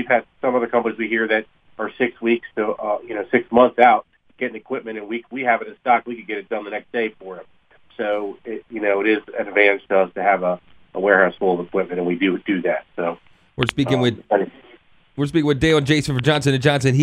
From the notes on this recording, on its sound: are joined on the phone